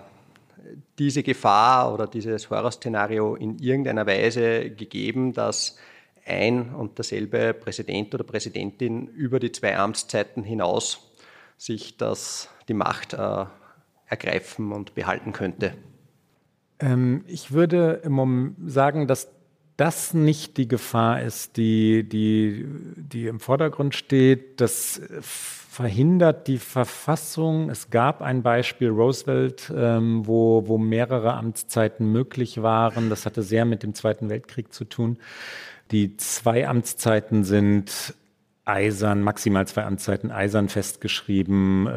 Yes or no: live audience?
yes